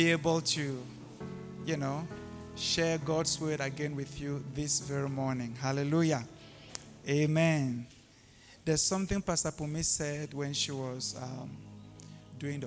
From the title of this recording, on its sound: LIVE AT ABC ROBEGA